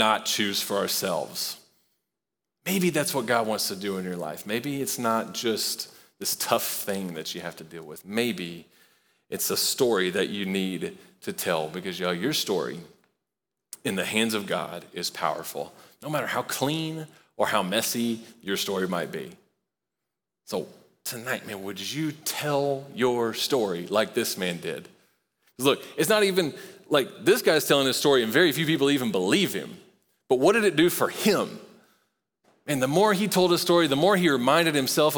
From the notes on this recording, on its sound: Recorded live at Long Hollow Church.